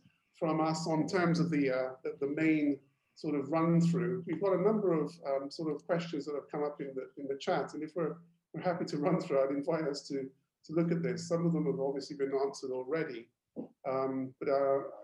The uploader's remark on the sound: Webinar audio recording dated 20 May 2020.